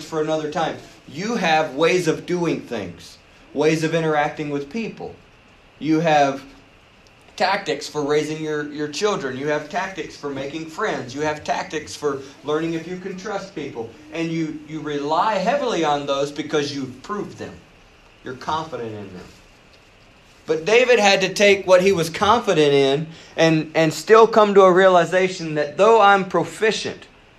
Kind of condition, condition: setting, large echoing room